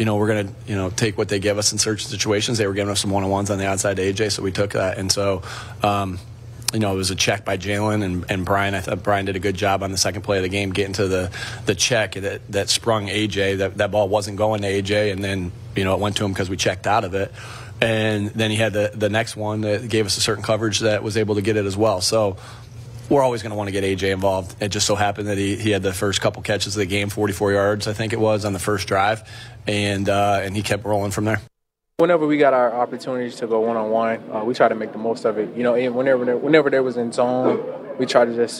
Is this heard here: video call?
no